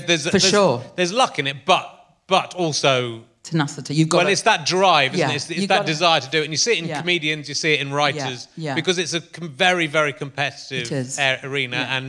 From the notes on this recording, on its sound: RHLSTP comes to the Long Division Festival at the beautiful Wakefield Theatre Royal